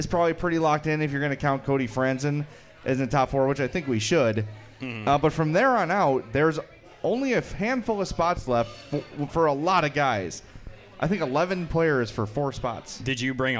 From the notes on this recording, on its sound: Live at Chuck's. In this very special live edition of the Madhouse Podcast. From Chuck's in Darien.